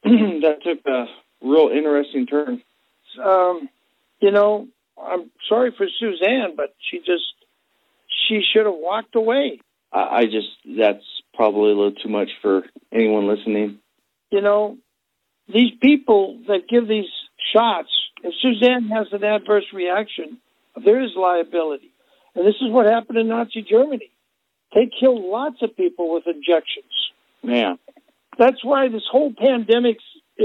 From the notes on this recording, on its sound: Phony Phone Call